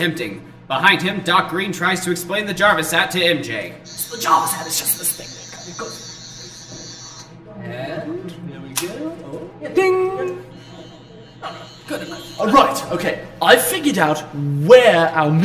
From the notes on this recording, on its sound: Originally Recorded Live at Packrat Comics